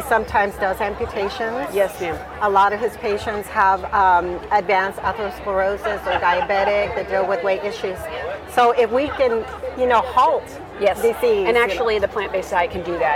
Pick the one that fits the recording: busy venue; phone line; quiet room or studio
busy venue